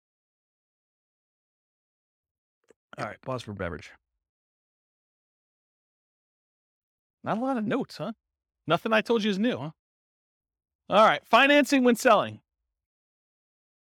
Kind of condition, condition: setting, live audience